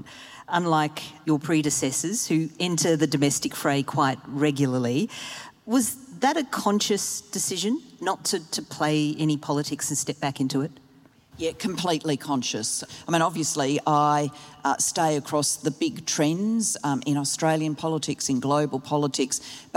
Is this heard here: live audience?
yes